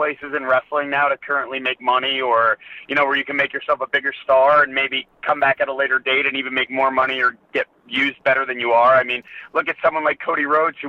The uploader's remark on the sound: we take your LIVE phone calls!